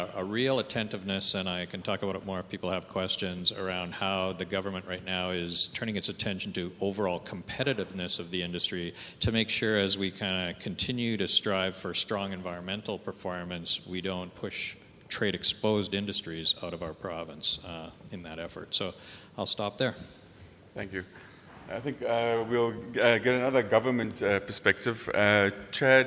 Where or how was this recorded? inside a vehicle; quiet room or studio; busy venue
busy venue